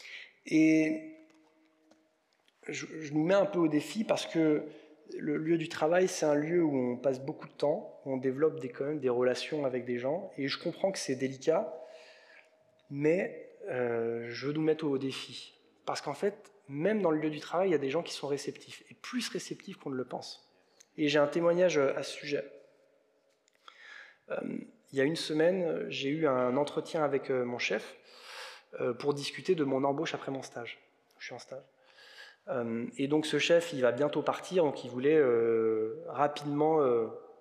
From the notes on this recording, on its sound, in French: Enregistré à l'église CVV, le 17/04/2022